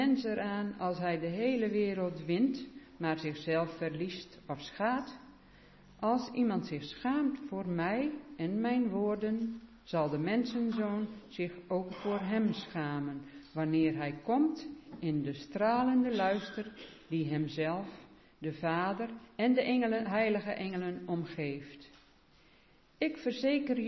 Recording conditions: large echoing room